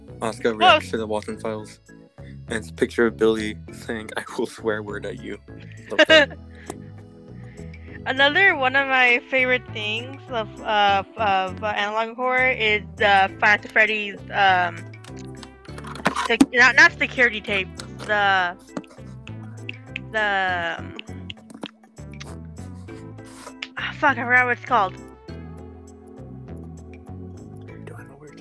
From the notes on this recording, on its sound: Audio might be funky from both of us, i’m a bit quiet in this one (true to life ig). There’s a weird ticking in the background noise.